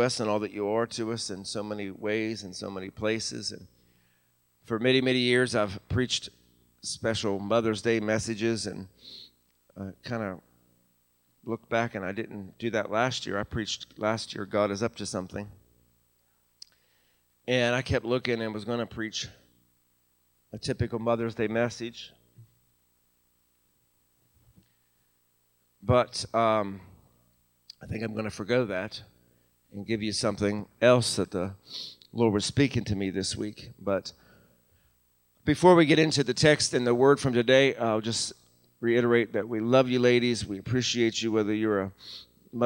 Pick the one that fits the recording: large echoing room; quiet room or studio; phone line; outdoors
large echoing room